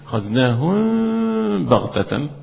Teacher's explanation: حكم إخفاء الميم في الباء، إخفاء الميم في الباء، وهو حكم من أحكام الميم الساكنة. · Term: الإخفاء الشفوي